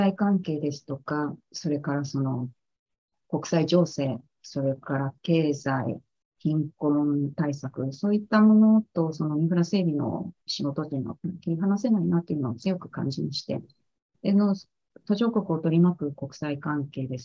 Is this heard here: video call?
yes